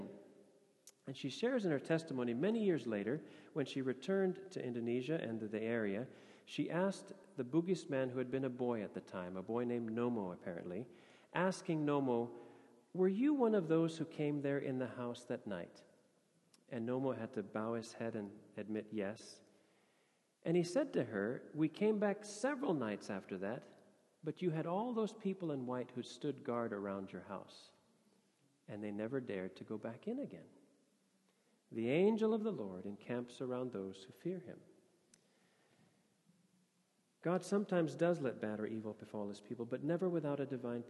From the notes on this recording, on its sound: Sermon audio from FIBC Copenhagen